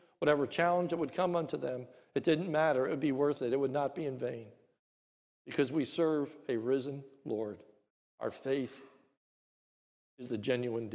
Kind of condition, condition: setting, large echoing room